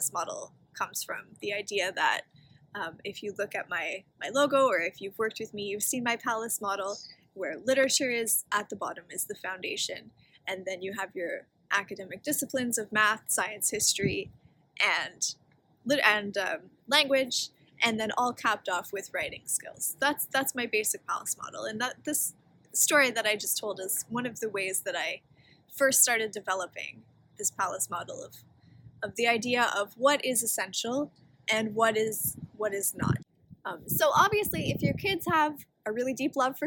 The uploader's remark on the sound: I apologize for the noise in this episode - we thought it would be a good idea to record outdoors!